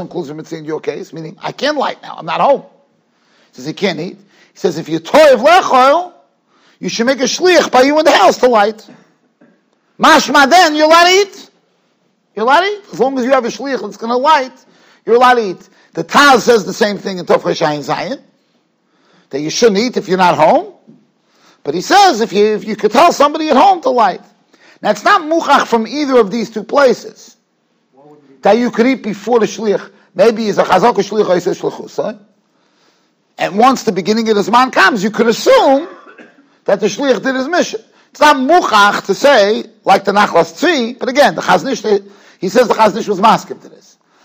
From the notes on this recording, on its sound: Shiur recorded in Yeshivas Ohr Reuven, Monsey, NY.